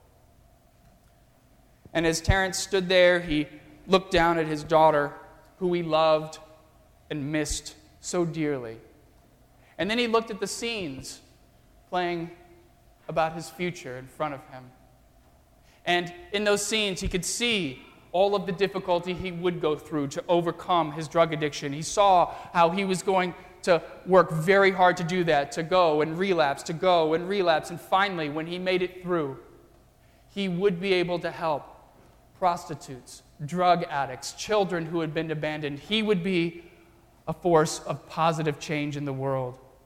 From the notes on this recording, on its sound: during the Easter Crossroads service (9:30 am) on Sunday March 27, 2016, at First Presbyterian Church of Arlington Heights, Illinois.